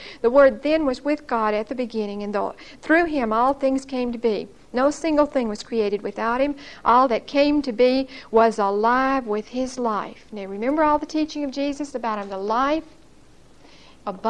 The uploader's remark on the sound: Recorded 8/26/1975 at Whitesburg Baptist Church.